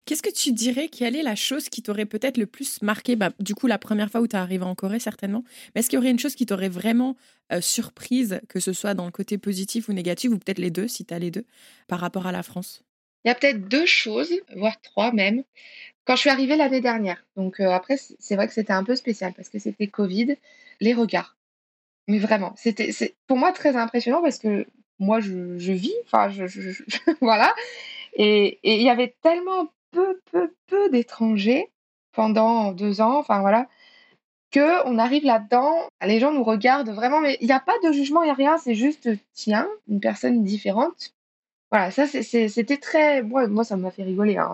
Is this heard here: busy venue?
no